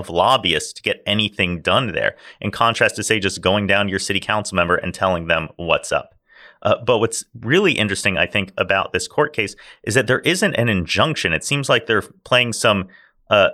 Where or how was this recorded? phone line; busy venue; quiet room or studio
quiet room or studio